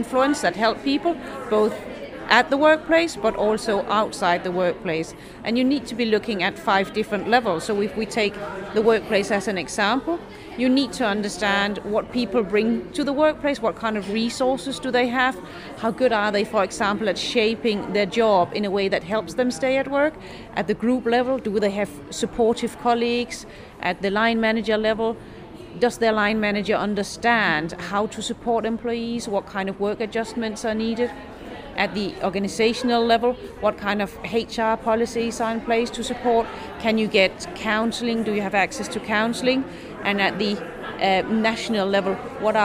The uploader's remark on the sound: This podcast was recorded live from Boyes Turner’s HR Conference. In London.